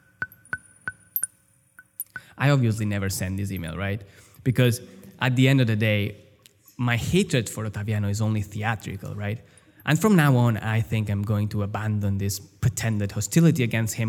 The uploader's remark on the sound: Recorded in front of an audience at the Emily Harvey Foundation in New York. Music created live.